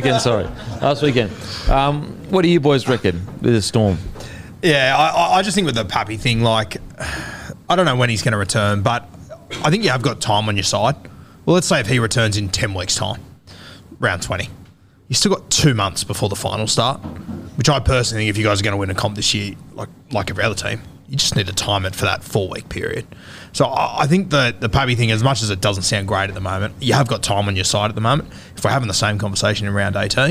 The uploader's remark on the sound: in front of our live crowd